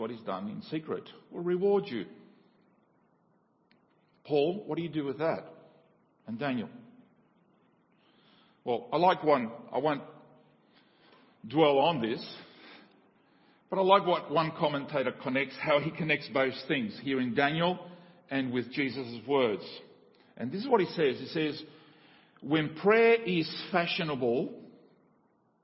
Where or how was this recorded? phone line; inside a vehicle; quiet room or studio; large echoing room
large echoing room